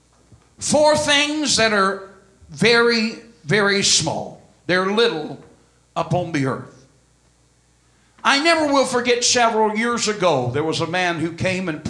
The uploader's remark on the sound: This message was delivered at First Apostolic Church, Sunday, December 26, 2004.